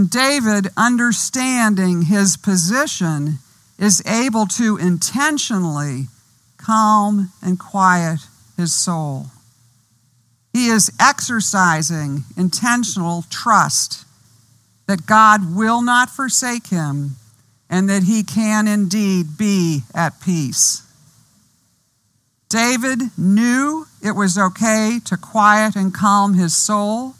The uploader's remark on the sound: Outdoors this Spring and Summer, outside the Retreat House. On the beautiful and scenic campus of Gordon Conwell Theological Seminary 130 Essex St, South Hamilton, MA 01982.